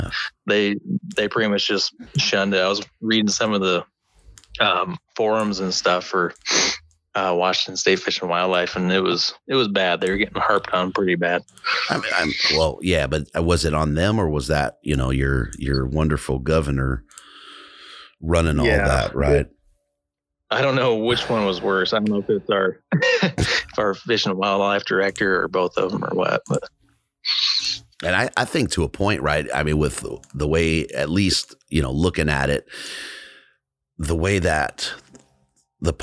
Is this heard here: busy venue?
no